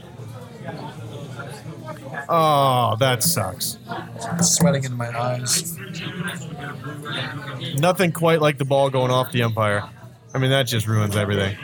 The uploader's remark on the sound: A rambling , drunk, live recording from the amazing Loughmillers in downtown Indianapolis! We have two special guests (one planned one not).